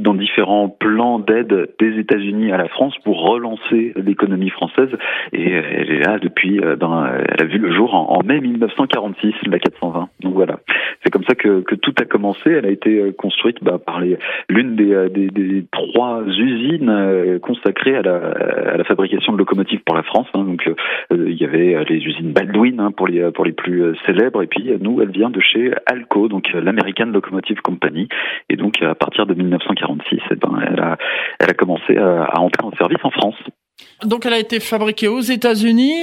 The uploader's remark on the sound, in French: par téléphone